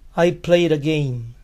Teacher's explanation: La D suena como R, pues está entre vocales.